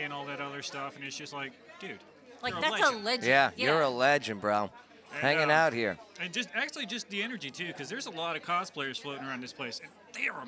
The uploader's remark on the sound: Live at #ClarksvilleCon 2020 from the Riverview Inn Hotel. Live at #ClarksvilleCon 2020 from the Riverview Inn Hotel.